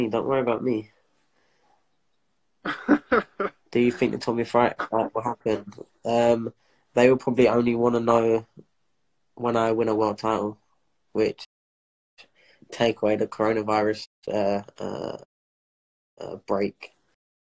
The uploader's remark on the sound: INSTAGRAM LIVE SHOW